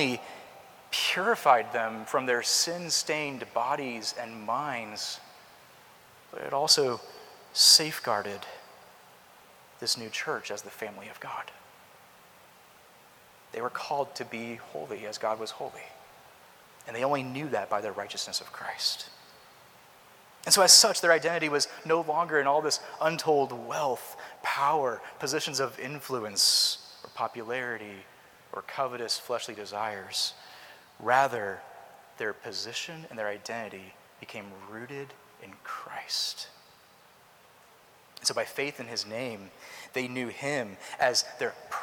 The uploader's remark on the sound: Preached at Christ Covenant Presbyterian Church (Culpeper, VA).